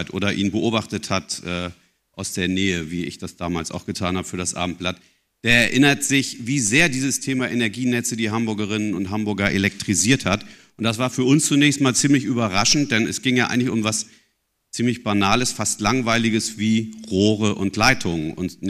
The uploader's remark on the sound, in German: Aufzeichnung Podiumsdiskussion am 18.09.2023. Diskutierte auf Einladung der Akademie der Wissenschaften in Hamburg ein Podium, besetzt mit Persönlichkeiten aus Wissenschaft, Zivilgesellschaft und Politik.